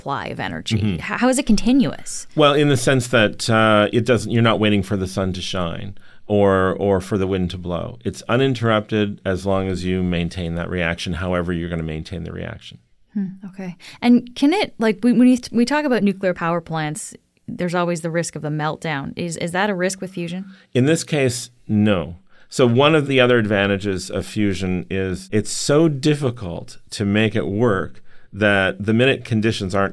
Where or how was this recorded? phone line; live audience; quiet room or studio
quiet room or studio